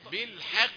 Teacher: الحاء رقيقة والقاف تفخيمها ضعيف